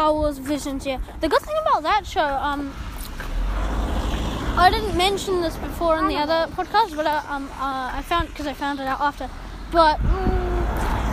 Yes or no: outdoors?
yes